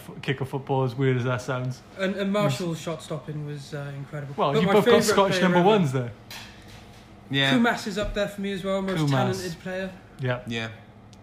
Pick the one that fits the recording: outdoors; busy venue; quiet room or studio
busy venue